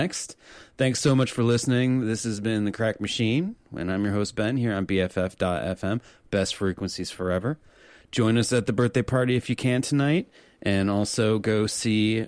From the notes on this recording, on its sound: Calls into the show. The sexy, sultry voice of the automated conference call operator that made our interview possible!